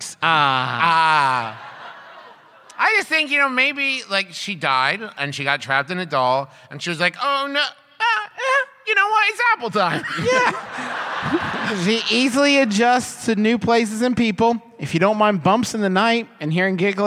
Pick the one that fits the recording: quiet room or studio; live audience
live audience